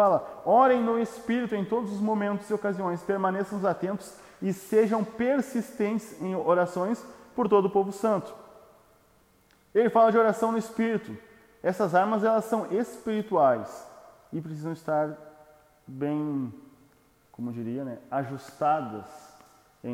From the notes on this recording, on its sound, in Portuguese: áudio sem edição extraído do Imersão presencial